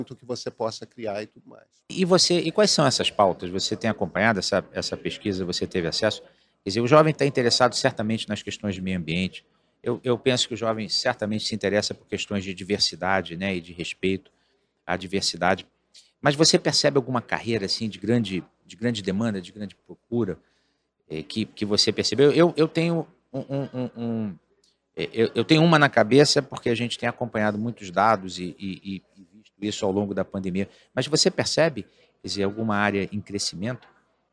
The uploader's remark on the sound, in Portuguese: Este episódio foi gravado durante o XIV CBESP, principal congresso da educação superior brasileira.